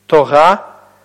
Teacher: ударение в еврейском языке падает на последний слог